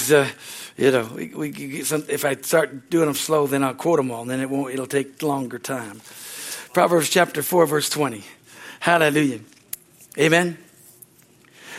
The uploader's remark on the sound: from the Wednesday service on April 19, 2023 at Harvest Bible Church in Stockton, CA.